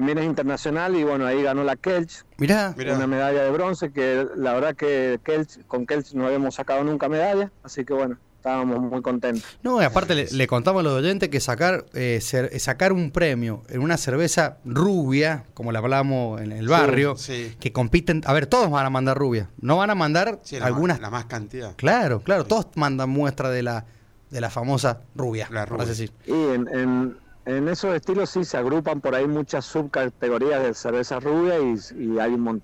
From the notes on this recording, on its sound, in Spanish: Charlamos por teléfono